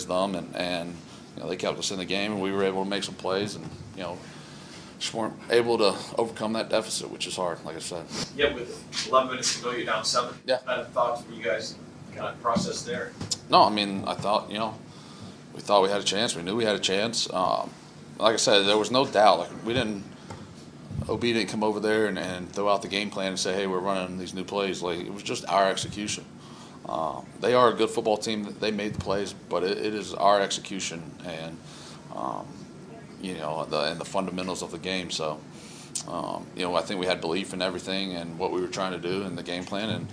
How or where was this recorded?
busy venue